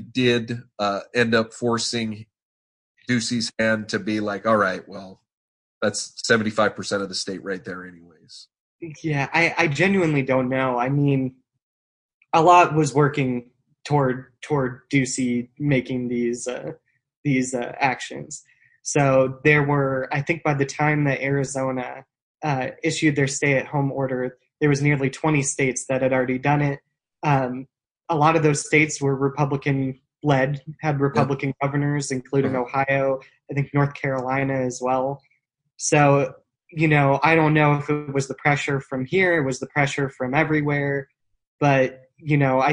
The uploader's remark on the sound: For the second of our Zoom-aided podcasts